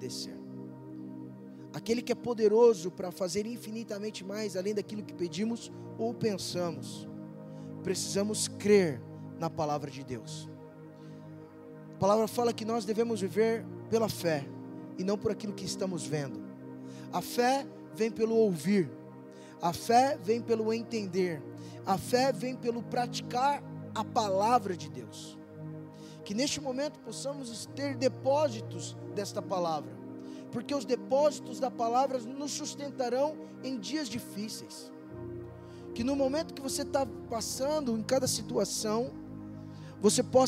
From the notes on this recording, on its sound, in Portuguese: LIVE DO CULTO ADORAÇÃO E VIDA SEDE